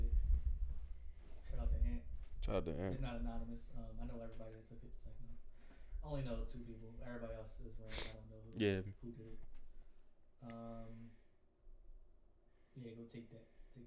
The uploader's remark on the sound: Host chat, we had a slight audio malfunction. Blame chromebooks.